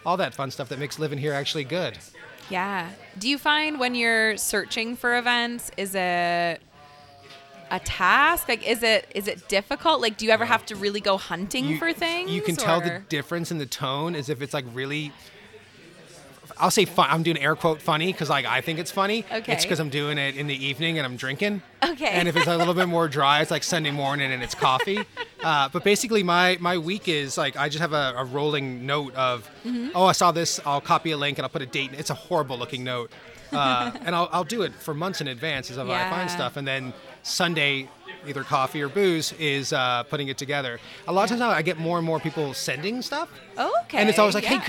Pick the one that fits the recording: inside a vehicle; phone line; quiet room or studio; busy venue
busy venue